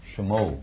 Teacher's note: begins the syllable with a quick vowel-like sound · Term: vocalShiva